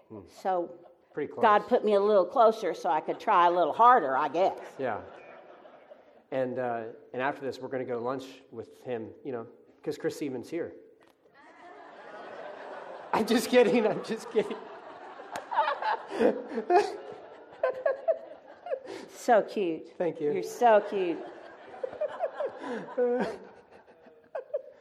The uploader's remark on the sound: Live from Pepperdine